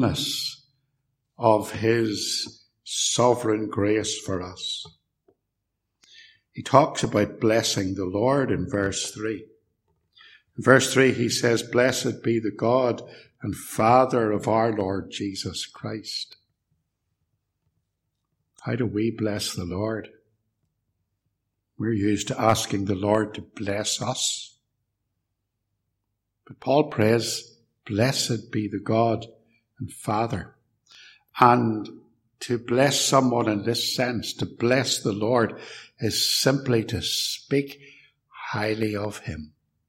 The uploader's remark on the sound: This sermon was preached at Ballymacashon, and Templepatrick Reformed Church, where this recording was made